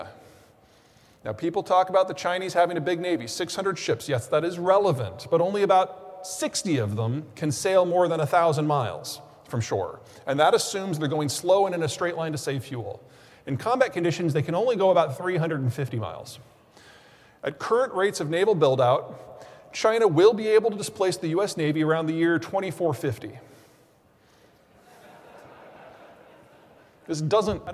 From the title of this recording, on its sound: Keynote Presentation. Presented Sept. 8, 2022